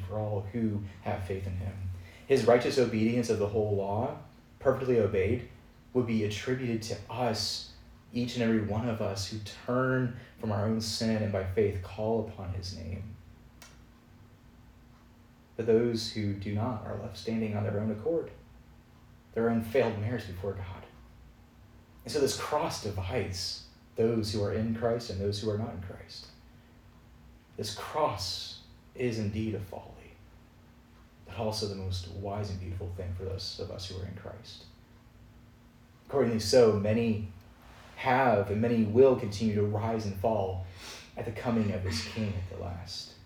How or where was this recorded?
large echoing room